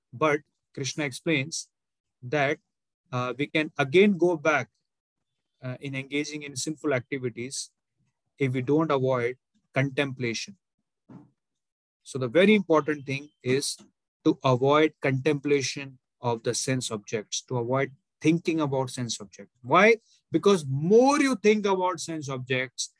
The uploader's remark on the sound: Zoom recorded class. Hare Krishna Movement, Mumbai.